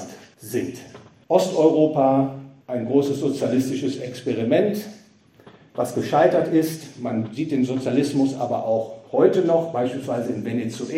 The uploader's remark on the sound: Gehalten auf dem Fondskongress in Trier.